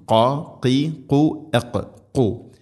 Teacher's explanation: ഖാഫ് തൊണ്ടയുടെ മുഗൾ ഭാഗം കഴിഞ്ഞ് ചെറുനാക്കാണ്, അതിൻ്റെ മഖ്റജ്